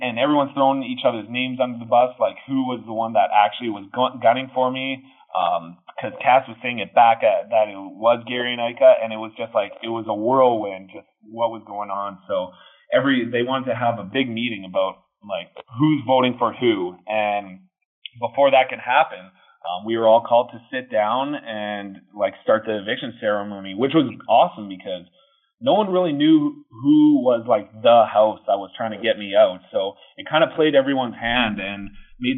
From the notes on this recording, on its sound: This is our phone interview